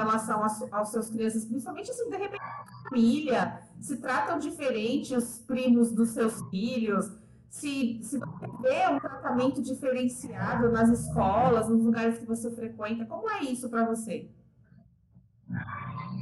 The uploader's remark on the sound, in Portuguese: DESCULPEM PELA QUALIDADE DO AUDIO.